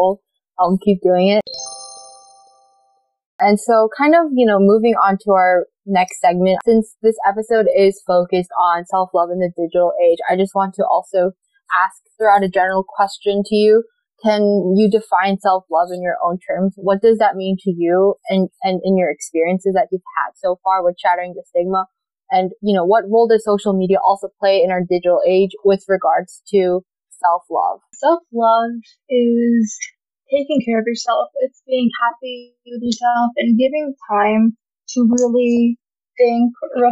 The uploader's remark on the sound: Please forgive the subpar audio quality in this episode!